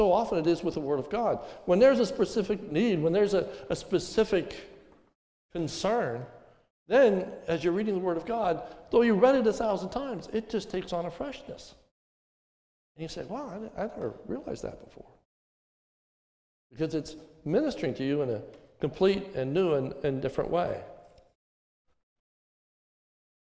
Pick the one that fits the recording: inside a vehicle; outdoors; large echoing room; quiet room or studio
large echoing room